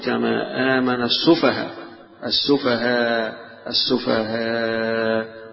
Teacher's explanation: يمدها يمد الألف، يقف عليها كألف، يبدل الهمزة ألفا